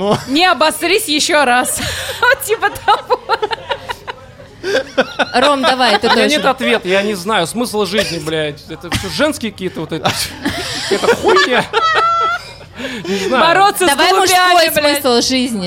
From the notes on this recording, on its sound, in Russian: LIVE-запись со слушателями. 30 сентября в Москве прошла праздничная сходка слушателей подкаста «Животные в Студии», во время которой был записан сто девяносто шестой выпуск.